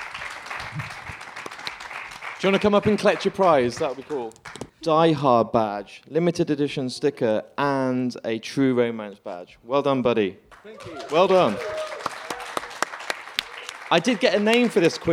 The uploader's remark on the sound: This is recorded live as part of a 2000trees Festival Special.